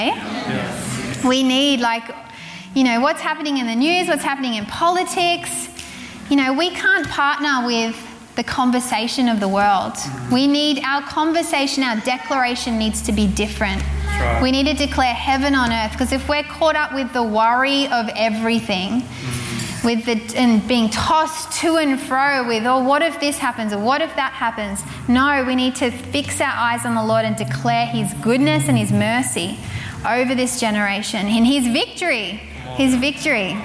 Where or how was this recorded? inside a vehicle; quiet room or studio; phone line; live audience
live audience